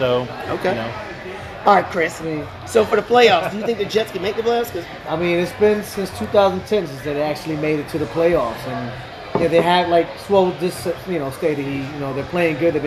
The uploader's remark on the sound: Live at Macados!